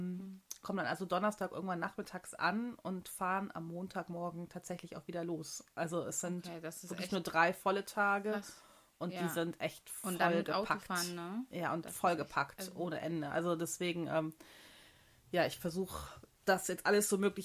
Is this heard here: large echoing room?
no